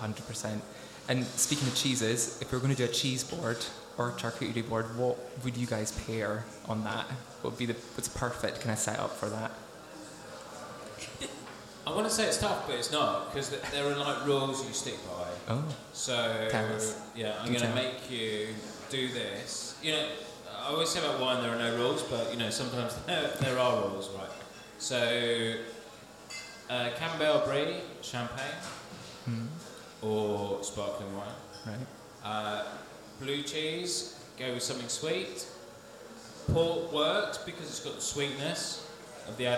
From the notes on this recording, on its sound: Bringing together a live studio audience